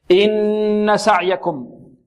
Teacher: النون هنا مشددة، قال الجمزوري وغن ميما ثم نونا شددا، غنة